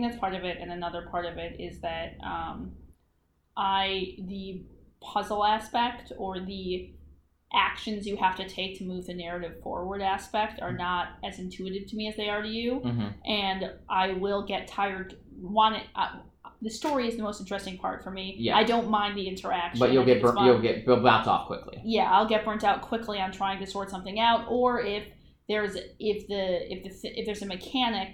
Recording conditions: poor microphone